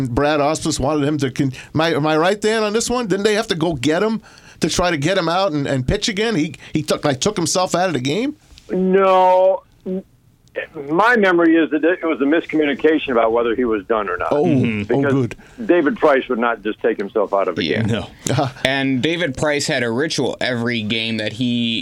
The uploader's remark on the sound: Joined in studio. Joined on the phone.